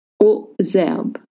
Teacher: And link with the Z sound. And don't pronounce the S at the end.